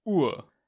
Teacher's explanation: when you pronounce the U's in Austrian German, your voice kind of gets deeper